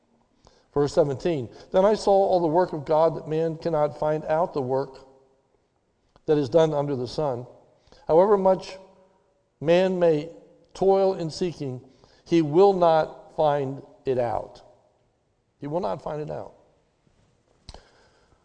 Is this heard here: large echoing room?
yes